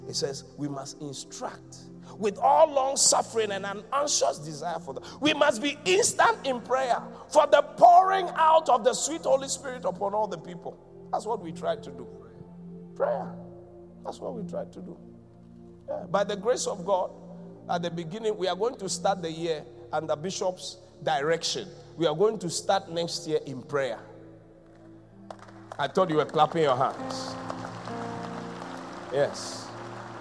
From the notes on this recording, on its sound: Preached at the Qodesh.